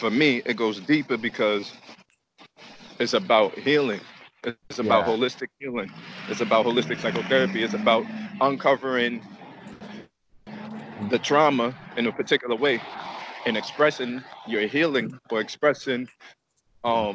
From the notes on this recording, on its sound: Sorry for the recording background noise. Was walking through the streets of New York, and I was on a fairly poor headset walking through the woods.